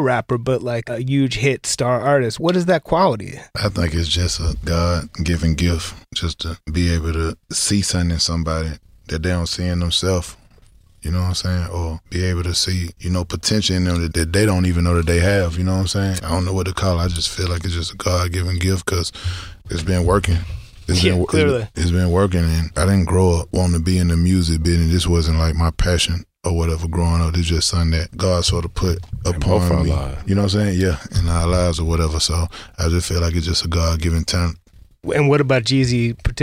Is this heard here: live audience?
no